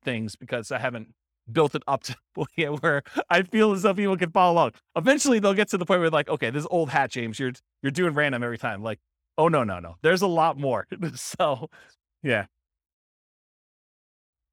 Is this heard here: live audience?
yes